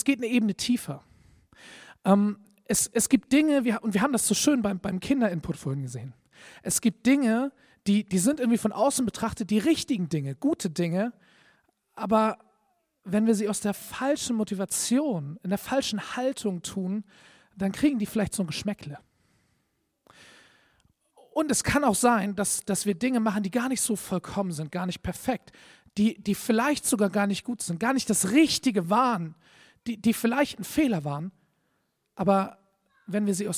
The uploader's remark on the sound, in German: Predigt im Rahmen des GreifBar+ Gottesdienstes